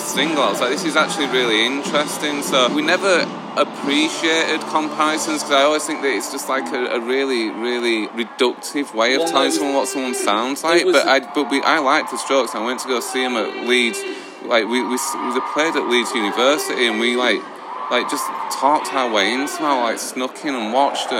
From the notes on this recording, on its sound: Live set beside us on the main stage. Just Like Heaven Fest '22.